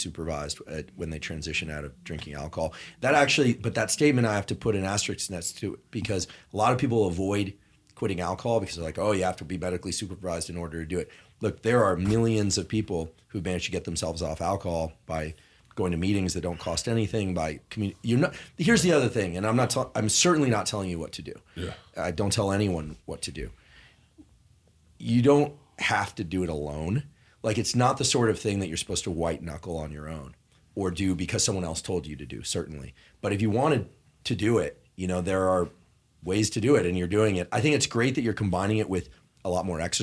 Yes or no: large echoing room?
no